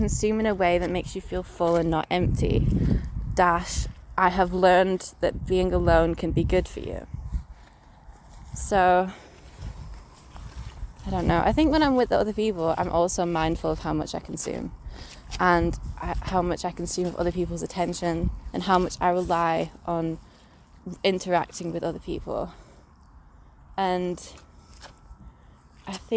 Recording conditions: outdoors